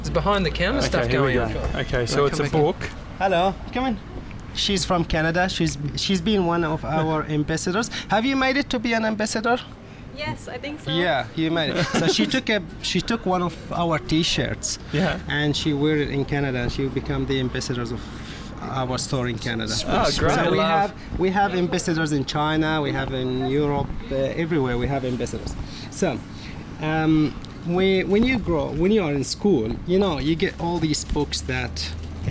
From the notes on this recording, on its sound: Live From Redfern Convenience Store.